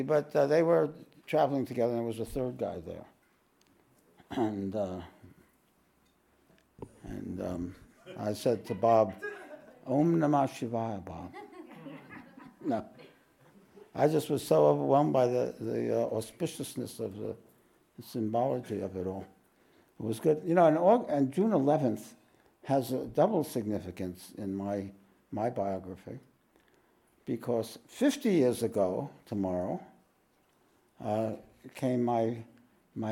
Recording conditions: live audience